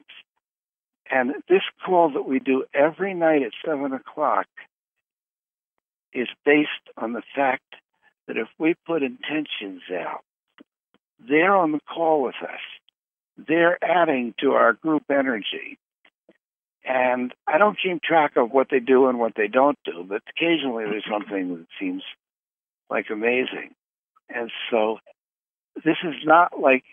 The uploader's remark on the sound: Conference Call LIVE